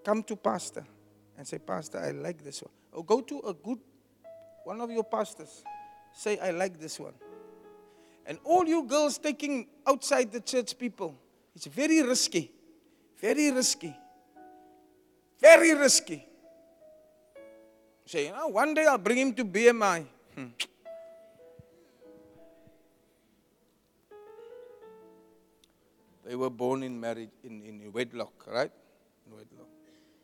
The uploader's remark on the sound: Preached at the Jesus Cathedral, Cape Town on the 01 October 2023